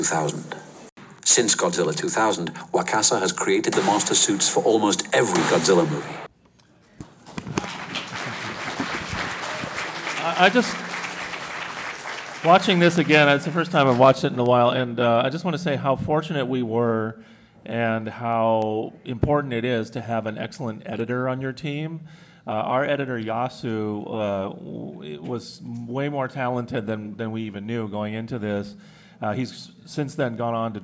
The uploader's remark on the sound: Live at G-Fest 2019